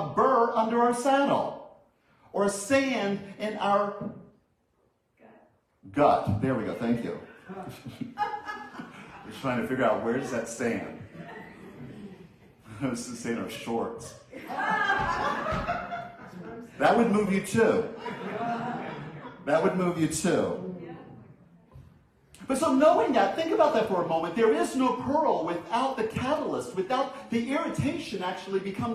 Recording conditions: large echoing room